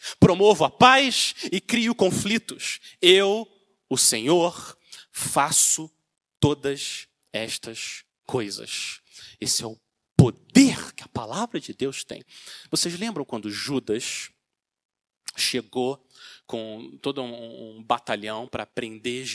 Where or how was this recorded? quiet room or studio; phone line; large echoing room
large echoing room